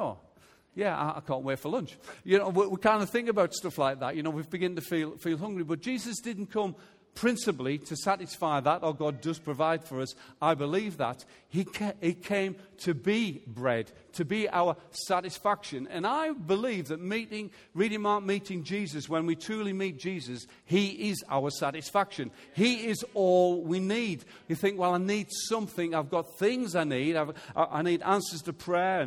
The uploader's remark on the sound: Recorded Live at Life Church on Sunday 2nd September 2018.